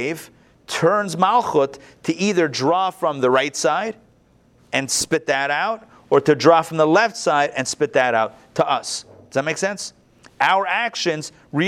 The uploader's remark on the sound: Recorded live at the Intown Jewish Academy on July 25, 2021